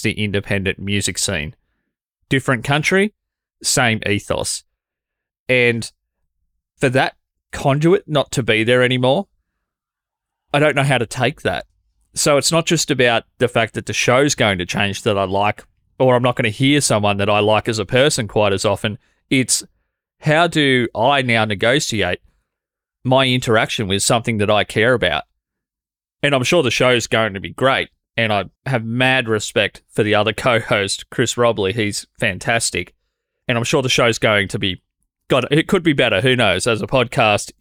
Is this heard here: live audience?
no